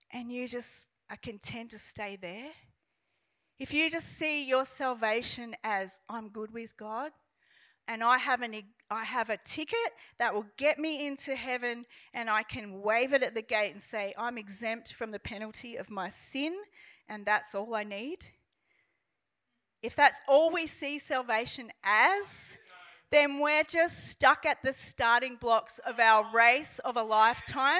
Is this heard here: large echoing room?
yes